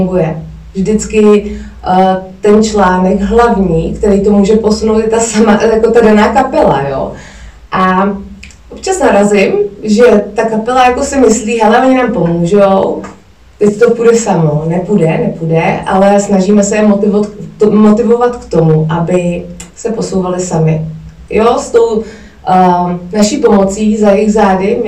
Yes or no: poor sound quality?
yes